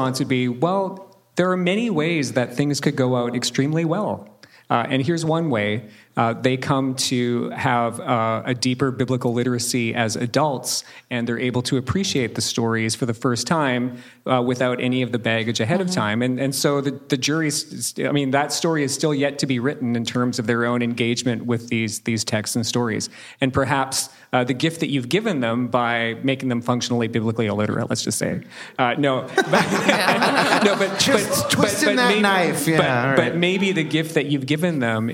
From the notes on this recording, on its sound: This episode is the final panel from our live event in Seattle.